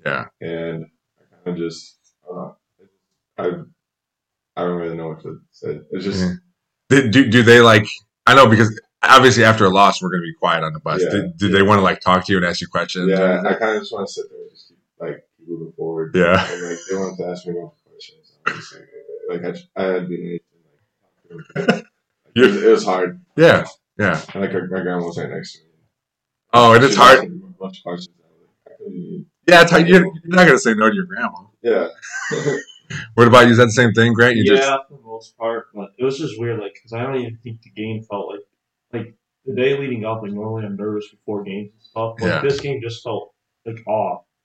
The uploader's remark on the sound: The audio is not good for this episode